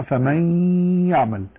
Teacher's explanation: قلنا لسه تكلمنا من قليل منذ قليل عن أن النون الساكنة إذا أتى بعدها حرف الياء تدغم ويسمى إدغاما ناقصا لانتفاء الحرف. انتفاء الحرف هو النون مع بقاء الصفة وهي الغنة